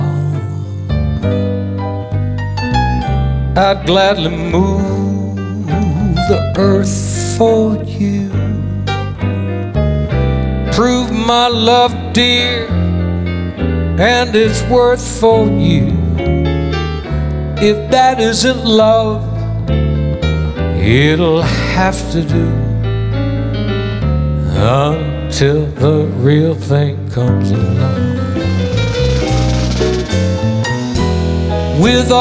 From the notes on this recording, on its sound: Live at the SouthPoint Casino